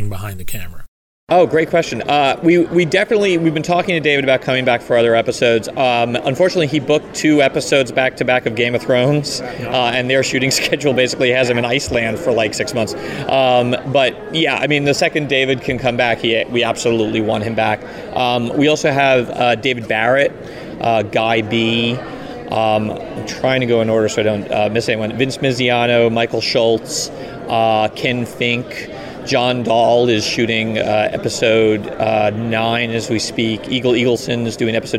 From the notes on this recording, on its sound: Taped at the roundtables at New York Comic Con